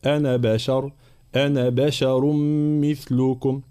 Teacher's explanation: مع ترقيق حرف الباء وحرف الشين في كلمة بشر